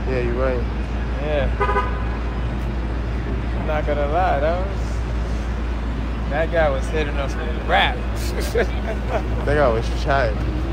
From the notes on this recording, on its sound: During this episode we filmed live from #timesquare in New York City. We met people for the first time and introduced them to the things that we are doing and to the company.